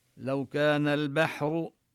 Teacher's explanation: نلفظ الباء مرققة مرققة والراء مفخمة